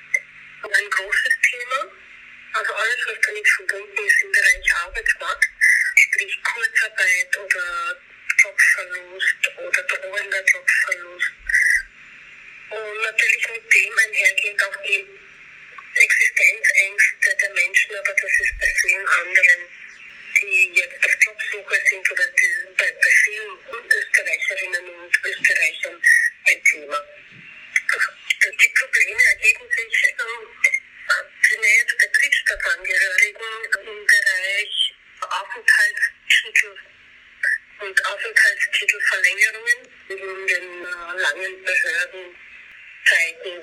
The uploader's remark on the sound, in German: ein Telefoninterview